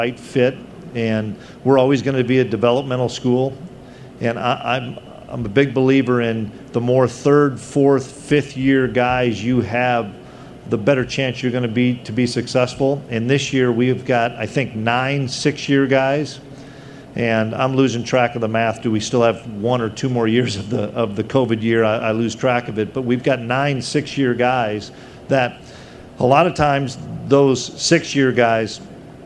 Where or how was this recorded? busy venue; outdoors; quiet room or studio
busy venue